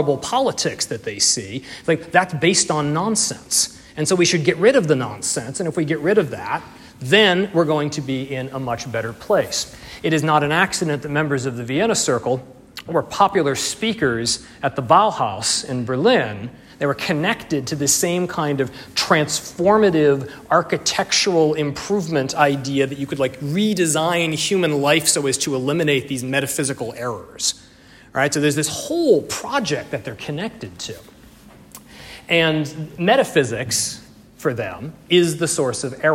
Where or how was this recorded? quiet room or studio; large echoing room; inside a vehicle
large echoing room